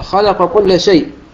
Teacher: هذا مثال لإدغام القاف في الكاف